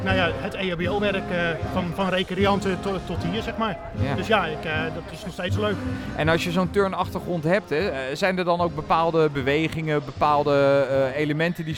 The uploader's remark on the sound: Een speciale aflevering van Turnpunt, opgenomen tijdens de podiumtraining in Ahoy, aan de vooravond van het NK. Een enorm evenement: veel turnsters en turners, veel verschillende disciplines, veel publiek.